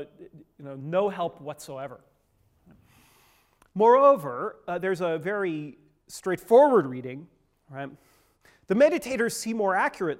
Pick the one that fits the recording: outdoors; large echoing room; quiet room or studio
large echoing room